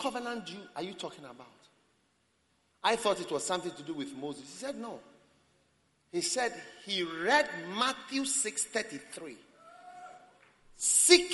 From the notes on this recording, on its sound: Preached at the Prophetic Encounter Service